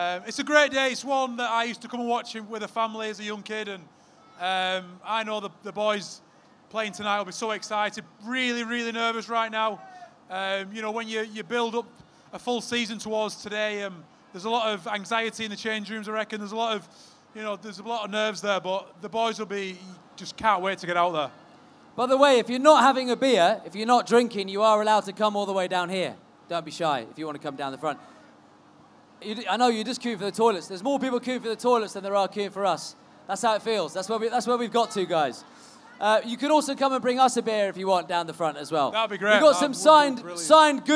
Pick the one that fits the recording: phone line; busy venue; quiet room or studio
busy venue